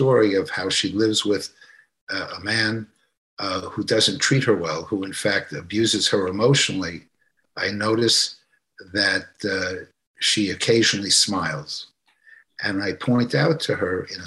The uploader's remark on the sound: This episode features the audio from one of the ACO case presentations series webinars.